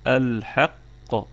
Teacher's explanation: اللام لام قمرية مظهرة تظهر مع حرف الحاء